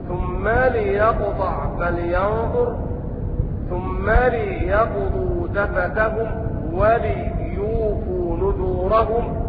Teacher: قرأ بكسر اللام في الافعال الاربعة